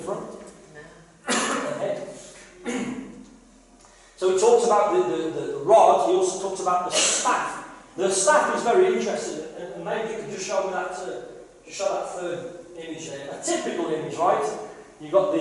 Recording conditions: poor sound quality